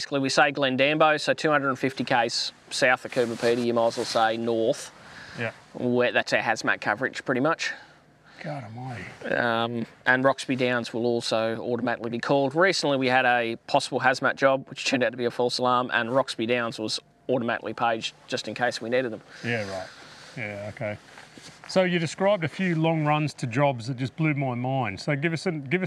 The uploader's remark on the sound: This episode was recorded at our first official 'First Responder Engagement Day' or FRED as we call them, at Oodnadatta SA while we are doing the Heart 2 Heart Walk 2023.